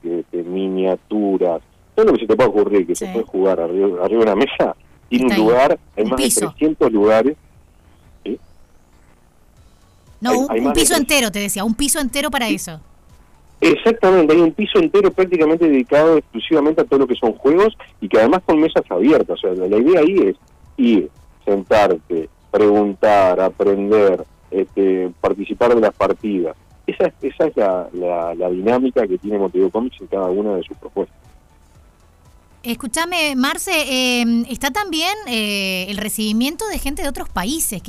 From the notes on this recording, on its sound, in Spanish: En la charla telefónica